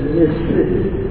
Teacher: You don't pronounce the third syllable, but it is.